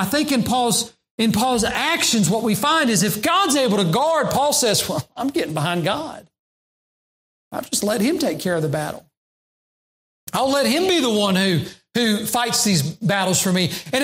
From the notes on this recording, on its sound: during the Sunday morning service on June 26, 2022, at Southside Baptist Church in Mount Airy, NC.